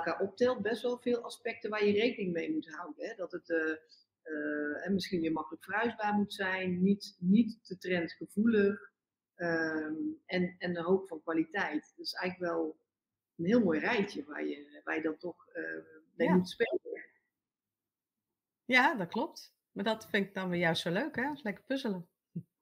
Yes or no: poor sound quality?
yes